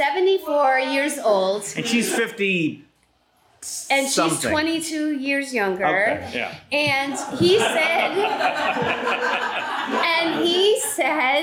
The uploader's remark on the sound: Was recorded LIVE at the Pack Theater. For a live audience.